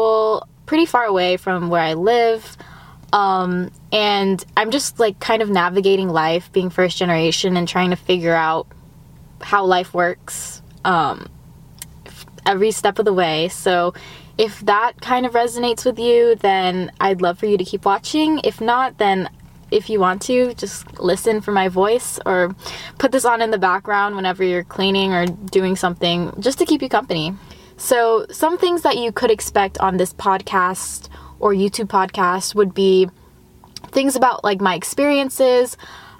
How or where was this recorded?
inside a vehicle